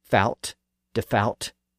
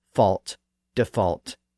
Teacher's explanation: And after that spelling change, English speakers actually started to pronounce that L. And the vowel sound also shifted slightly from the ow sound to the aw sound.